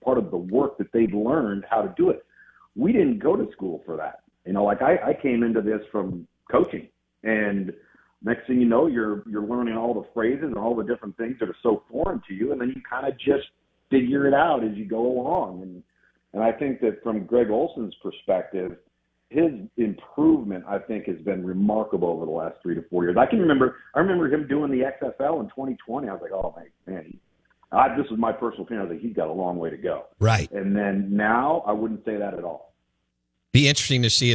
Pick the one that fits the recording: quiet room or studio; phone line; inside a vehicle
phone line